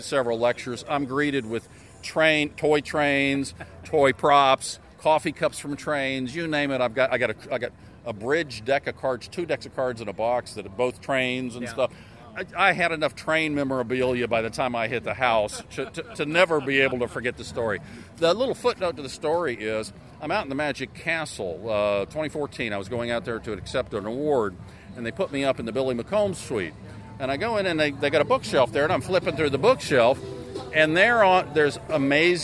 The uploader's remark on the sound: At last year’s “Magic at the Beach” convention in Myrtle Beach, South Carolina. Asked his friends and fellow performers to participate in a panel discussion. After the panel discussion, we hear from three more of the performers in an outside setting.